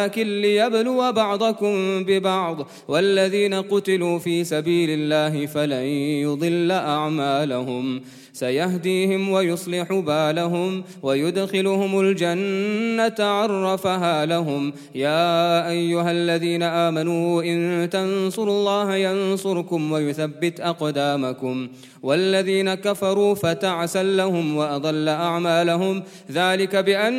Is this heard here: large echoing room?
yes